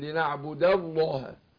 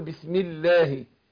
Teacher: الدال مفتوح، فبنفخم اللام لنعبد الله، وزي ما قلت لو مكسور، لو قبلها مكسور ايه؟ هقول بسم الله، يبقى رققتها